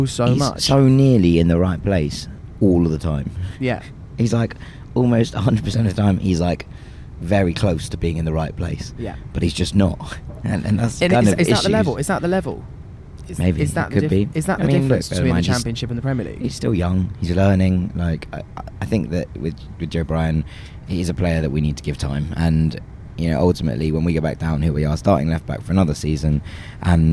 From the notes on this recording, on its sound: Recorded on the train back from the South Coast.